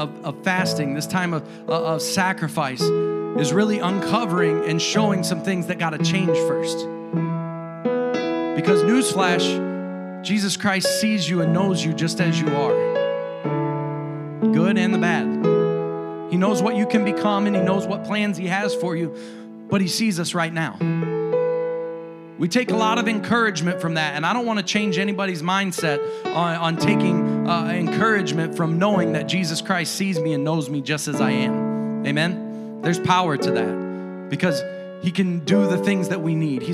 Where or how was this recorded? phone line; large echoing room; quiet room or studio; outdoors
large echoing room